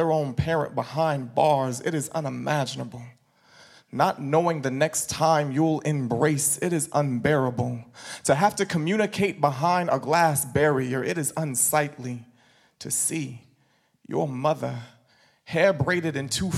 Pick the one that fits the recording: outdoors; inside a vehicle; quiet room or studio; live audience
live audience